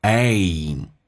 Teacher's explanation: A 这个发音饱满一点，先发 A，再发 E